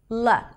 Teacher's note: I call it the ultralight L, where the tip of the tongue touches the upper palate, L. However, it never appears at the end of words.